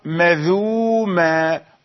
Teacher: يأخذ الحركة ليضعها على الساكن الذال فيقرأ مذوما · Term: النقل